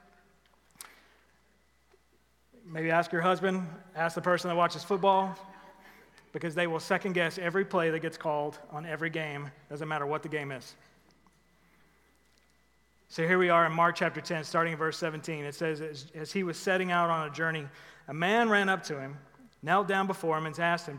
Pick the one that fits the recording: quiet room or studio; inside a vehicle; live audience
live audience